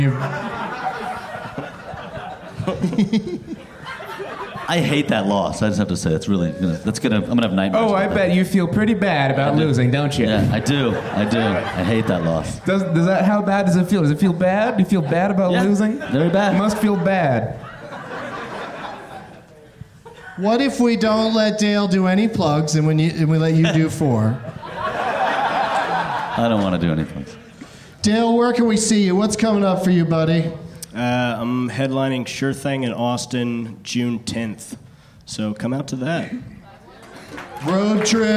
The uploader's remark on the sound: Live from the Improv in Houston.